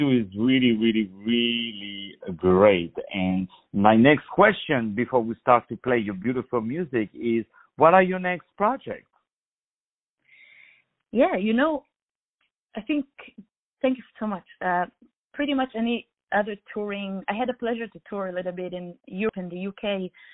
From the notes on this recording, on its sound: On the phone